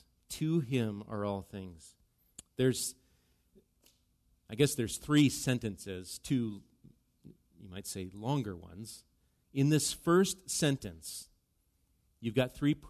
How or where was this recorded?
large echoing room